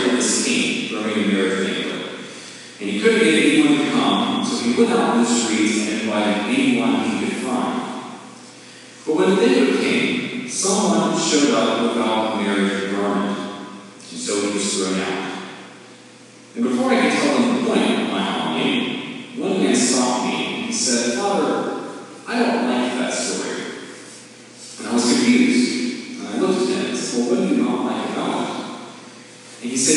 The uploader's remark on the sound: Not the best quality recording. I failed to turn my recorder on, so I ripped this from the video.